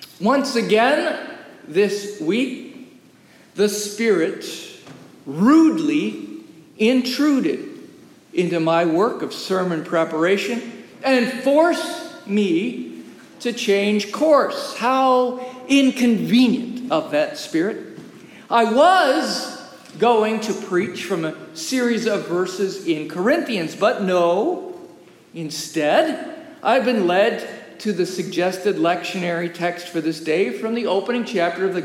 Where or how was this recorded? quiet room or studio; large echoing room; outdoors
large echoing room